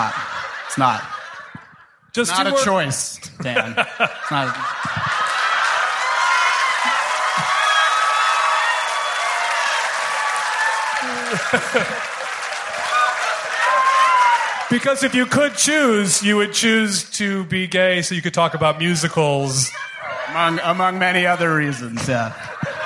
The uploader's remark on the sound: Valentine's Day Show Live in Portland.